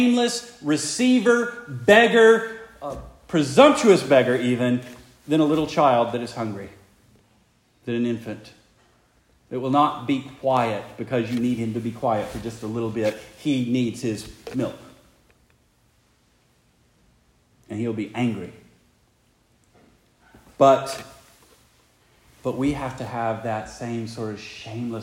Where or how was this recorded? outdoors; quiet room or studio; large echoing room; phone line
large echoing room